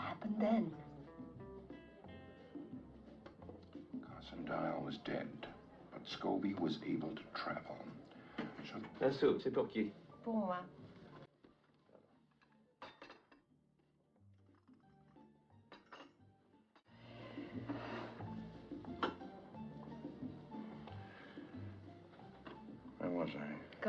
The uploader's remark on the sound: In a serene scene from the classic film 'Charade'. Set in a cozy restaurant ambiance. This video is thoughtfully looped. The delicate clinking of cutlery and the gentle murmur of conversation.